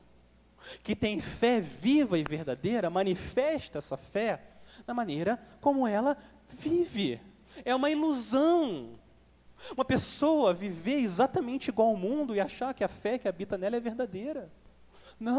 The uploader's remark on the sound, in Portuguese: Mensagem gravada na Igreja Batista Jardim Minesota